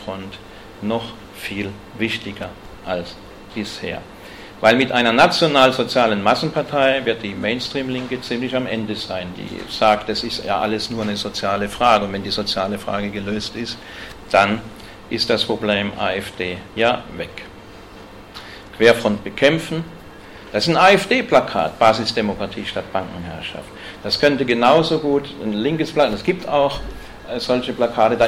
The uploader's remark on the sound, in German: Gehalten auf dem Antifa Kongress Bayern. In Nürnberg.